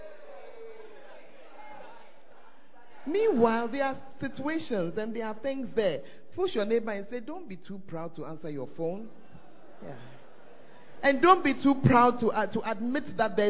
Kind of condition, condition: setting, large echoing room